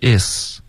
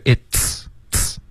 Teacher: 这个 ts 爆破的时候特别用力 · Shown in: second take · Term: 爆破音